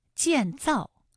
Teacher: 这个词呢都是四声，大家感受一下啊，都是四声组合的词语，读起来呢很容易读得生硬，因为它都是降调